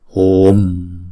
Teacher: Đọc chữ hu kéo dài hai nhịp trước rồi mới đóng chữ u đó lại bằng chữ anuswara